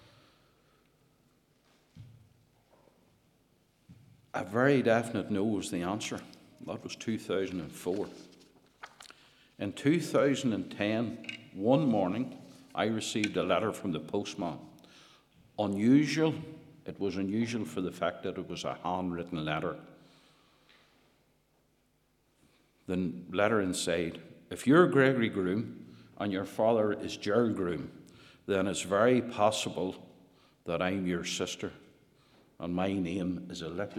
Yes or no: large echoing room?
yes